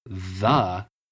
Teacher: I was teaching my students the TH sound, and there are two ways to pronounce the TH sound, and actually, you can tell the difference by putting your hand to your throat as if you're choking yourself. And if you say the very slowly, you can feel the back of your throat vibrate